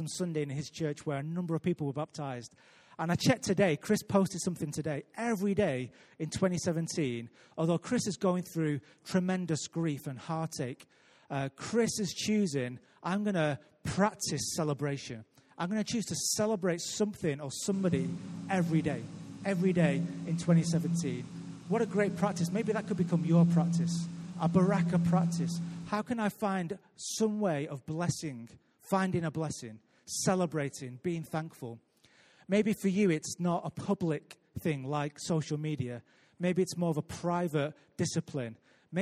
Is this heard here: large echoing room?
yes